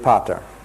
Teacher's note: Stress on the last syllable.